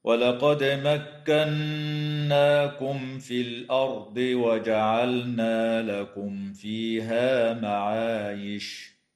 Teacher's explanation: تقلقل الدال في كلمة ولقد، وتغن النون المشددة في كلمة مكناكم